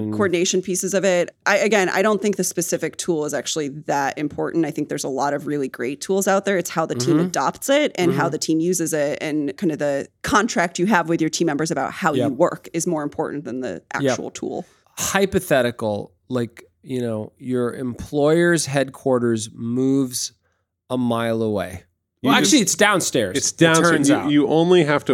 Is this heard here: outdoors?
no